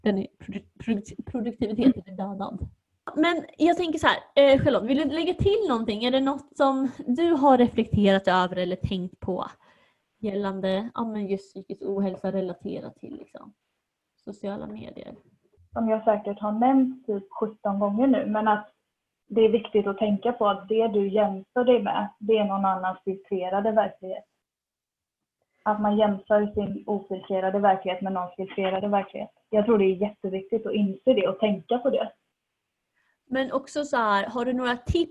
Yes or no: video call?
yes